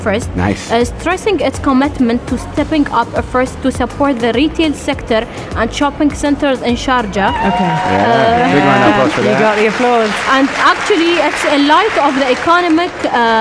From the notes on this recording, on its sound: Live from Zero 6 Mall.